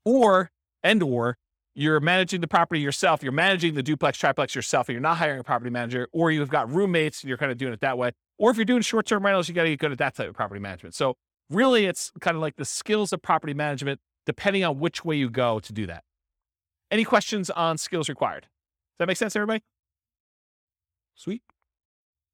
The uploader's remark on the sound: This was a live class recorded